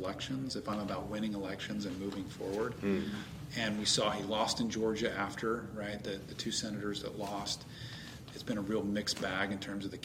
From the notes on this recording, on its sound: We are at the 2022 ALS Friedman Conference – Australia’s biggest and best pro-liberty conference.